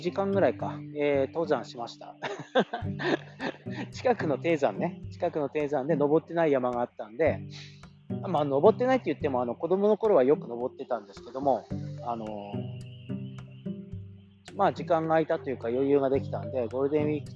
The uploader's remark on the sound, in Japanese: カエルが収録を邪魔して来ます。